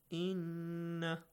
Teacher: That if noon has a tashdeed or meem has a tashdeed on the top, you have to prolong the sound for two beats or two counts, and also produce a nasal sound, ghunna sound